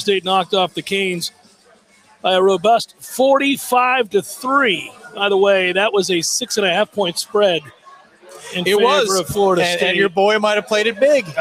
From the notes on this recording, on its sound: LIVE from the Harry Buffalo in Orlando!